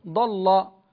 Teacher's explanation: اللام عند ورش لا تغلظ مع الضاد، تغلظ مع الصاد والطاء والظاء فقط، الصاد والطاء والظاء.